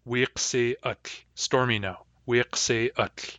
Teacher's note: the ending inserts a glottal stop.